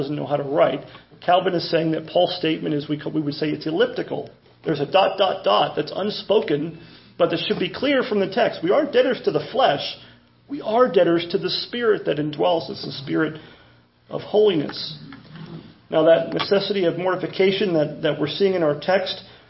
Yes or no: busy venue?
no